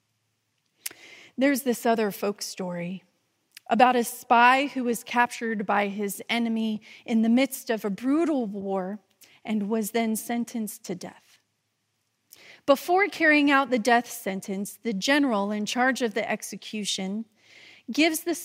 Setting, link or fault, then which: setting, large echoing room